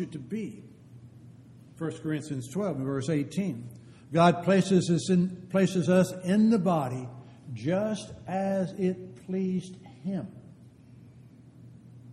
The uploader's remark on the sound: Downtown Church Of Christ Audio Sermon